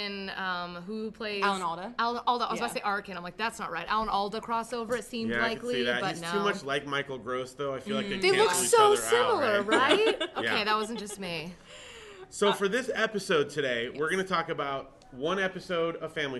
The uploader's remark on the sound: LIVE from Comic Con Palm Springs. LIVE Show at Comic Con Palm Springs.